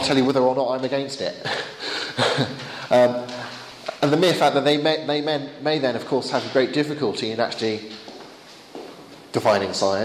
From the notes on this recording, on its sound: Bulgarian apologetics conference, September 2011.